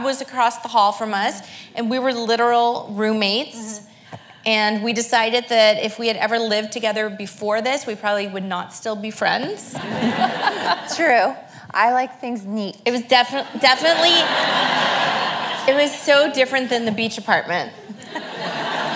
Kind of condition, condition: setting, live audience